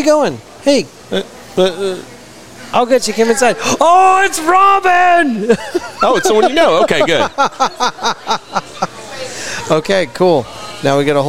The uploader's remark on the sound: Thank you all for coming out and recording with us! Pouring Glory Mixer.